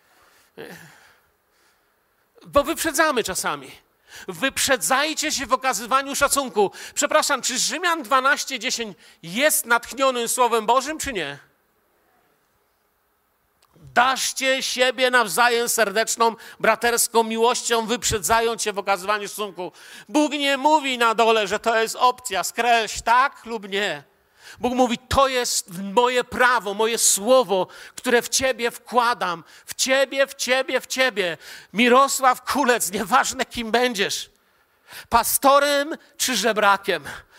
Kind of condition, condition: setting, large echoing room